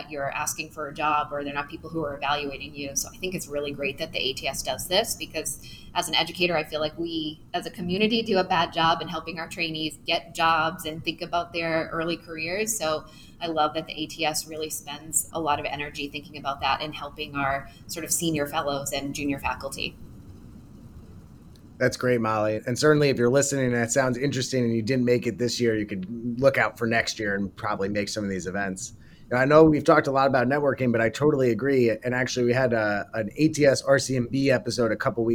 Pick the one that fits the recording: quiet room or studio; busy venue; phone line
busy venue